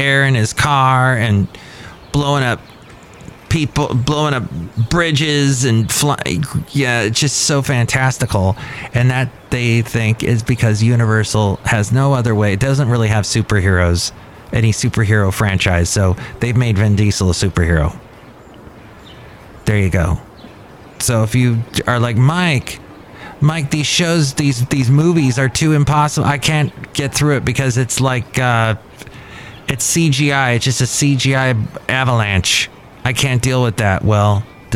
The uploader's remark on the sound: podcasts live from Café Anyway